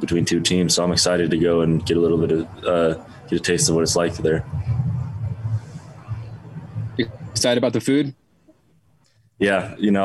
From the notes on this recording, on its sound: addressed the media Monday in his weekly press conference